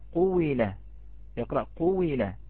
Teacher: يقرأ بواو مكسورة، أي أنه يخلط ماذا؟ يخلط الياء بالواو أيضا، قويلة، وهذا مما يقرأ به أيضا عند بعض الشيوخ، ولكن لم نأخذ به.